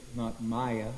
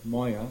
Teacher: the short A, not maya, but maya, almost like an O · Shown in: second take